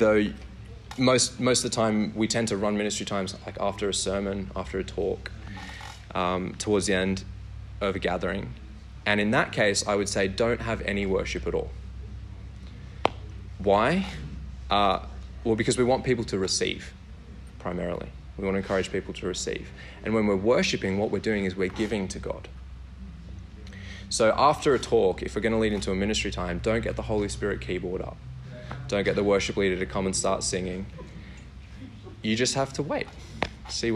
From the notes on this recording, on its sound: workshop given at Vineyard Australia National Conference in Caloundra